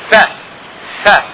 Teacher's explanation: ف الذي يحدث في ف هنالك تضييق، هنالك تضييق بين، لو لاحظتوا ف اللي قاعد يحدث ان في عندنا تضييق بين الاسنان والشفتين، فاثناء النطق بف الاسنان العلويه تضيق المجال مع الشفة السفلية على مجرى الهواء فيصدر صوت ف. لو تلاحظون تقولون ف تسمعون في احتكاك قاعد يصير ف ف. · Term: صوت احتكاكي